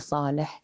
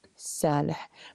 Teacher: الصاد التي كالسين، والتي يقربونها من السين لكونهما من مخرج واحد · Shown in: second take